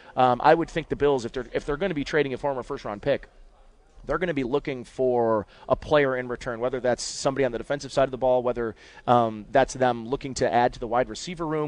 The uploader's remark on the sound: Live from Batavia Downs